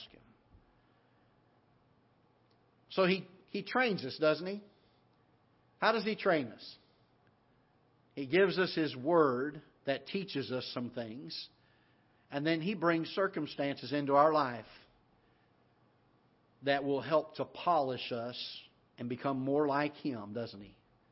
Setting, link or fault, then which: setting, large echoing room